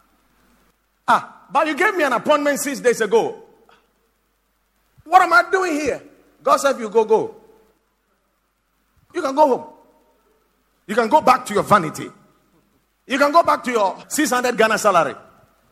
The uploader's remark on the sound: Preached at the Watered Garden Church